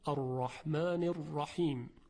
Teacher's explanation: حرف راء رحمان و رحیم چون فتحه دارن تفخیم میشن